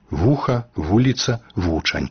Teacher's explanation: Перад пачатным вузкім галосным «і» ці «у» з'яўляецца блізкі да яго зычны «й» ці «в» · Term: прыстаўны «в»